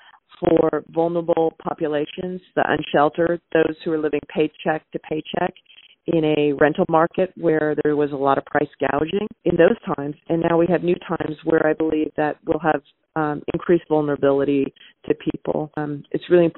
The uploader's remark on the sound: Due to social isolation. Conducted over the phone and wasn't of the best quality.